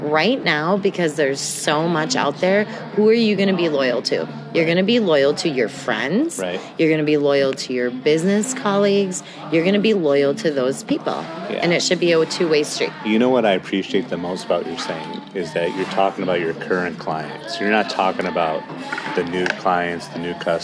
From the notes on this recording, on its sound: "Live" from the Arizona Sands Club in Tucson AZ.